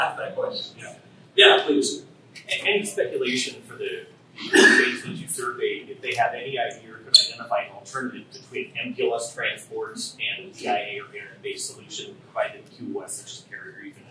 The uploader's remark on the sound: LIVE from Ohio!